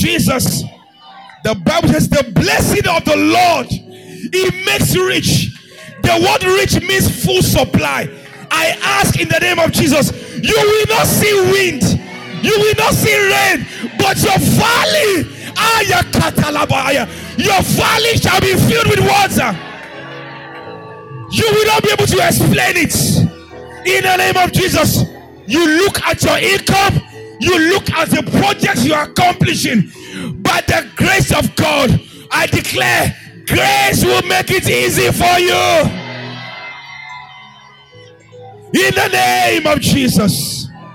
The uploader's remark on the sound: March 13, 2022 2nd Service Gracemade Christian Centre